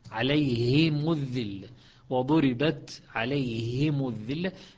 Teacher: كذلك عندنا مثلا ضربت عليهم الذلة وأشربوا في قلوبهم العجل يوفيهم الله، كلها ضم الميم ولكن الهاء مكسورة، ضم الميم ولكن الهاء تبقى مكسورة